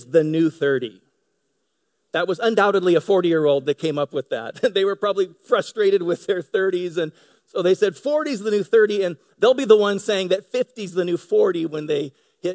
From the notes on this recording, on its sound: Delivered on 18 February 2018 at Grace Church of La Verne . At Grace Church of La Verne .